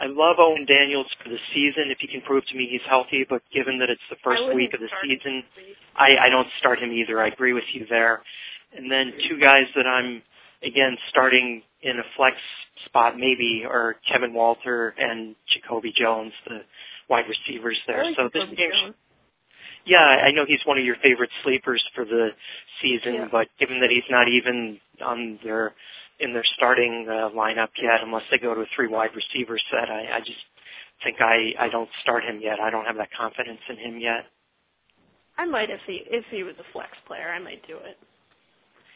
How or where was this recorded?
phone line